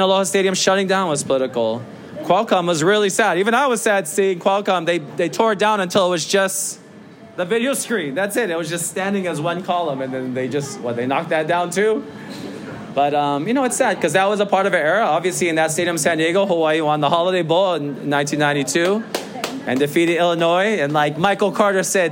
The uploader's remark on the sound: Rainbow Wrap-Up - UH/Vanderbilt Game Week Live Show. Are flanked by fellow Rainbow Warrior die-hards at Agave & Vine at Ala Moana for our second-ever live show.